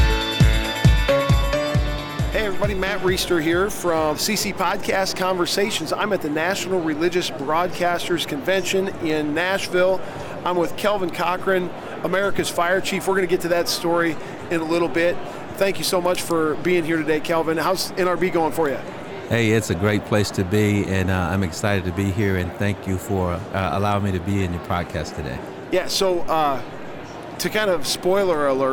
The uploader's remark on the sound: LIVE from NRB 2022!